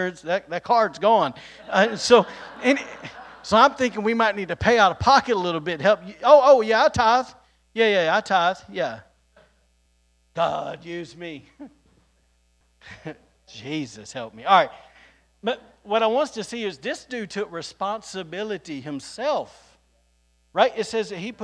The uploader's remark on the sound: recorded on Sunday, May 22nd, 2022, during service at The Anchor Church in Rockport, Maine